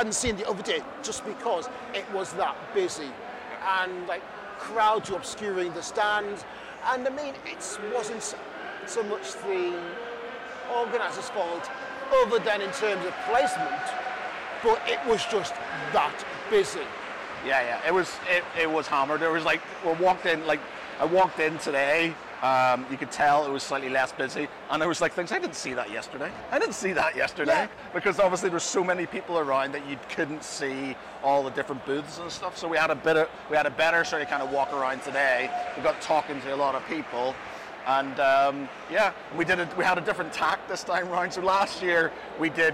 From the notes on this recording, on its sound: On a shorter-than-usual podcast (as it was live at the event). At UKGE 2023 in the NEC.